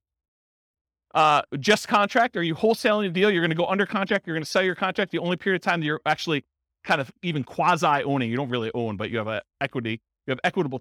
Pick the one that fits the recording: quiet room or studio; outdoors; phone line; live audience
live audience